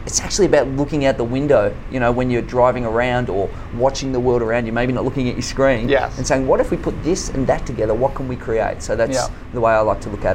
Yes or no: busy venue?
yes